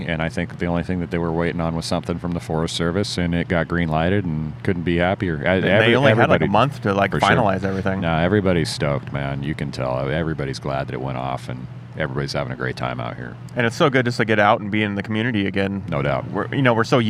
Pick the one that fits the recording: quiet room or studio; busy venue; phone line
busy venue